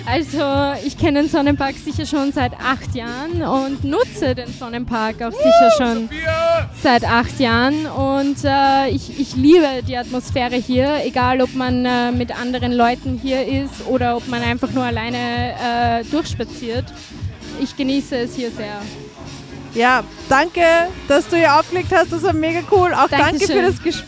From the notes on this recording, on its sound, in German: Mit Musik im Freien, vielen Besucher:innen ausgezeichneten DJ-Gästen, süffigen Drinks und spektakulärer Beleuchtung startete der Verein LAMES in den ersten CLUBNACH/MITTAG/T der Saison. Das Campus und City Radio war bis 22:00 Uhr dabei und hat die DJ-Set´s direkt von den turntables live gestreamed.